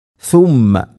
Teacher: സുമ്മ മീമിന് ശബ്ദുണ്ട്, മണിക്കണം